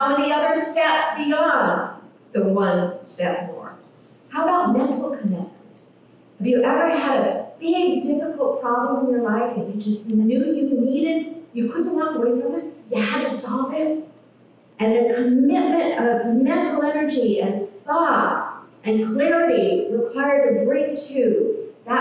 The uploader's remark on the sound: Technical issues with audio.